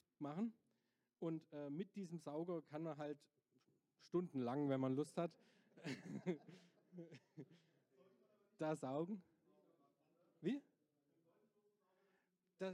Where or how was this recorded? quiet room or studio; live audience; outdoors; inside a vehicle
live audience